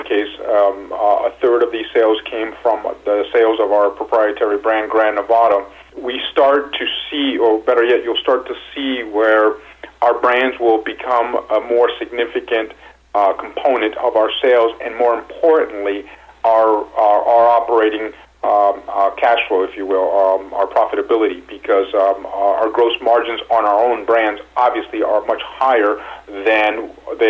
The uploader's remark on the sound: called in to SmallCapVoice.